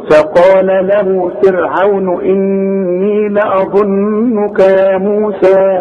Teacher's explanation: فرعون إني، شوف، مفيش مد عند الوصل، مفيش مد، تذكر هذا. عند الوقف بقى: فقال له فرعون، حركتين، فقال له فرعون، أربعة، فقال له فرعون، ست حركات. · Term: حروف لين